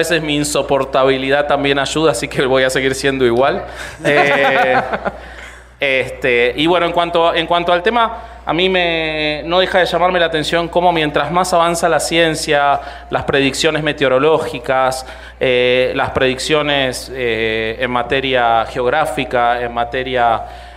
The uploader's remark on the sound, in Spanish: Grabado en Vivo en CDMX. Los Herejes se vieron en persona, para grabar un episodio ante su publico. Grabado en Círculo 99. Con producción de Comedy Lane.